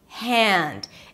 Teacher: You need to release air from your throat. It's like a whisper.